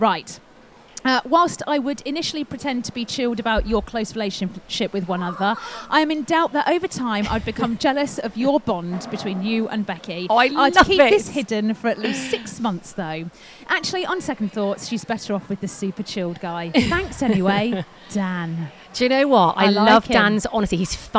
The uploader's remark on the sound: On todays show we are LIVE from East Midlands Airport departures lounge!